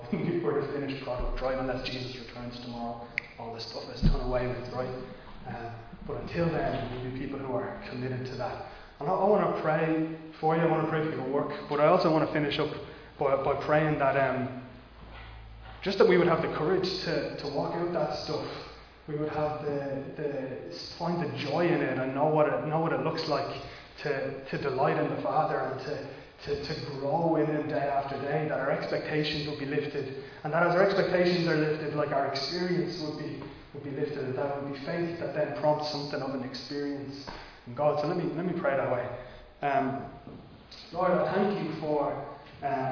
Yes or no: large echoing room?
yes